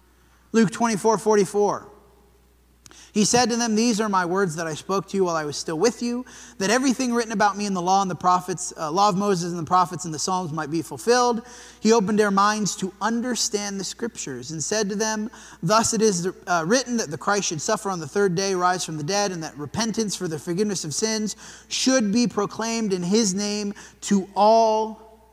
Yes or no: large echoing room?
yes